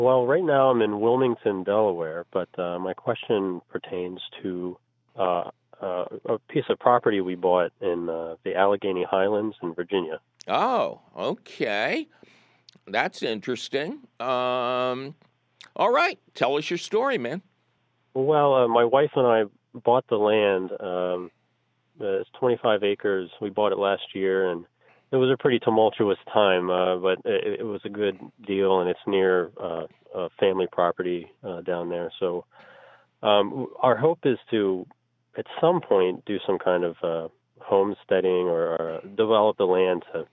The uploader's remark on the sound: your illuminating phone calls